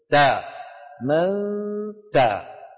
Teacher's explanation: الحرف الثاني ما فيه غنة أبدا، لا نقول من تاب تا، ما في عند التاء غنة، تا من تا، تا تخرج التاء مجردة عن الغنة